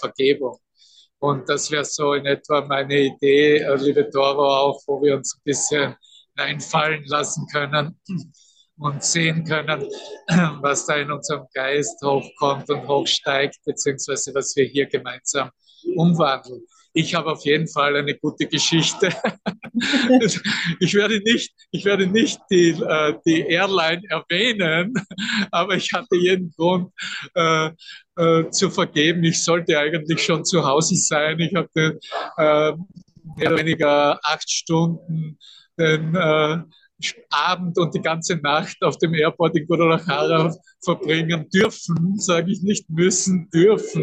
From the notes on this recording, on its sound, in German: Zoom-Session. Veranstaltet von der Aleph Akademie.